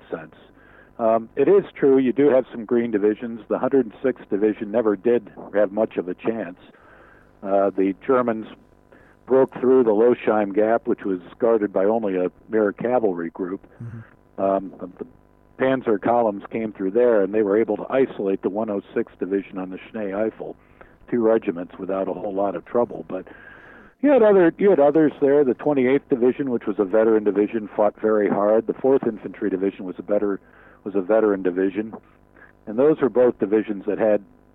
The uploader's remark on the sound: In our first ever phone interview.